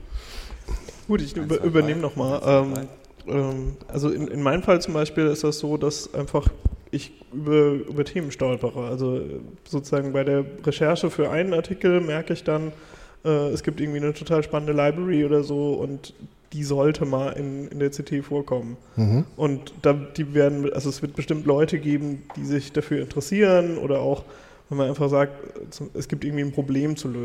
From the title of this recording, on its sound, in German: Live vom 36C3